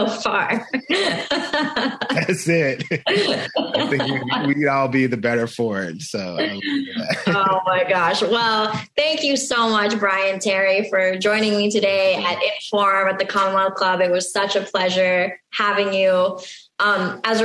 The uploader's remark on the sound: This program was recorded via video conference.